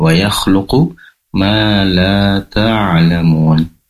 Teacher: Pastikan di sini ainnya lebih dalam tenggorokan bagian tengah.